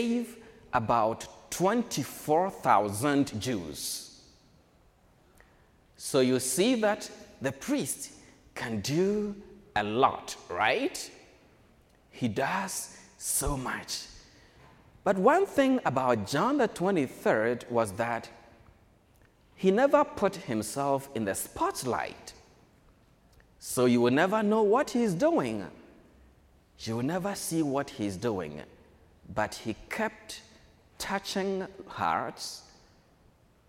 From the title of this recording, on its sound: School Mass